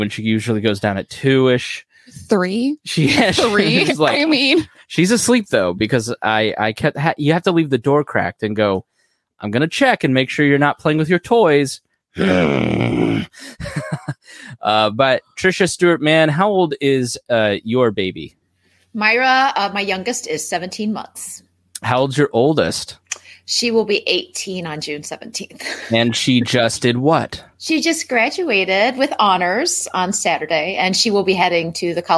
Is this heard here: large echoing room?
no